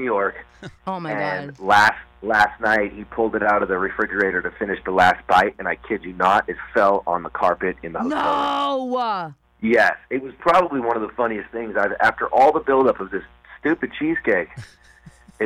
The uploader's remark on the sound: on the Phone!